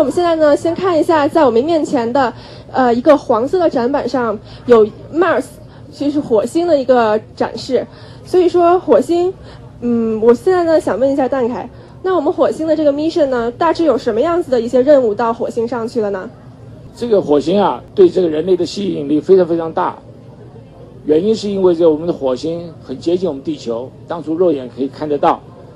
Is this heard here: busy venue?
yes